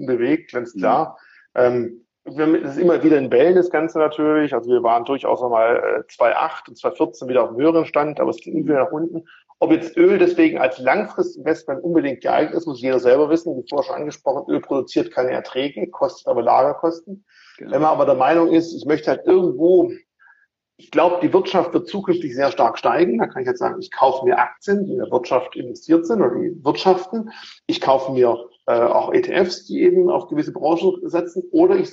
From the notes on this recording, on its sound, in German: Insta-Live.